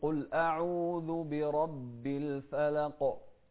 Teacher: نوضح القاف لأن الإنسان إذا قال الفلق فما رح يبين هذا الحرف إلا بالقلقلة، فالقلقلة هني لها سبب.